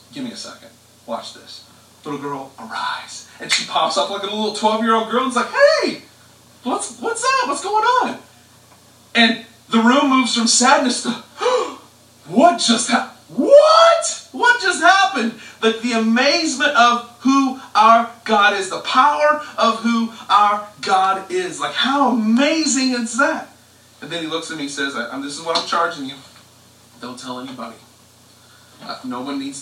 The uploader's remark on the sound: We apologize for the audio quality.